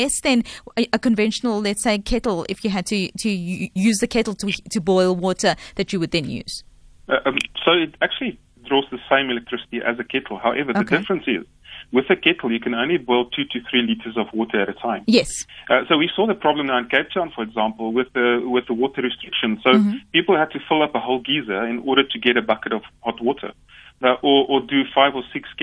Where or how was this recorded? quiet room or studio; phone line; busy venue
phone line